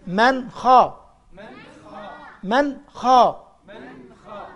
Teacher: النون دي الساكنة بعدها خ يبقى اسمه إظهار، ما غنهاش وما خفيهاش